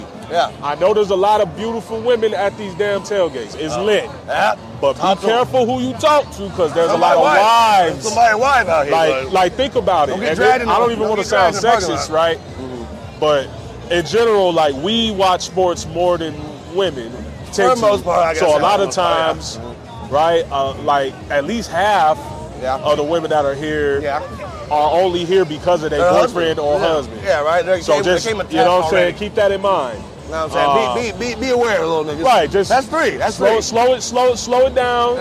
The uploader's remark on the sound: LIVE at the Broncos vs Raiders Game at Empower Field. We're recording live at the Broncos vs Raiders tailgate.